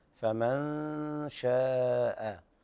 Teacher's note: انتبه إلى إخفاء النون عند الشين